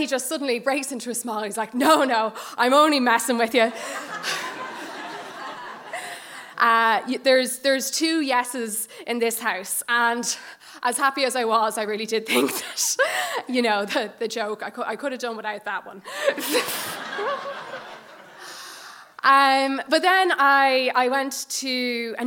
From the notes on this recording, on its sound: shared these gorgeous stories live onstage at The Dublin Story Slam